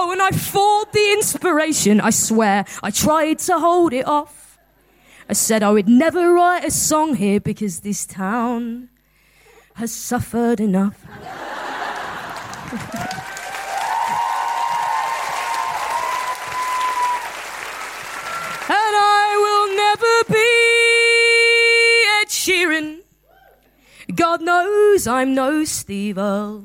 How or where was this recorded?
live audience